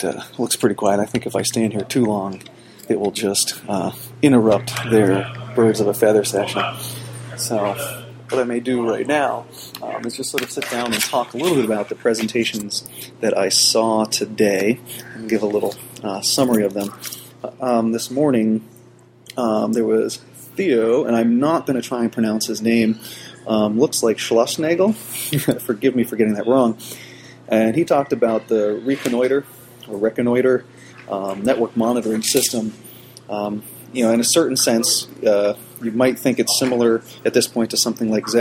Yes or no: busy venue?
yes